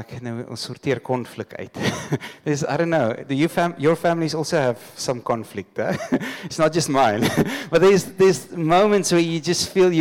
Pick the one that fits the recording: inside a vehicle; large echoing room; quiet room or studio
large echoing room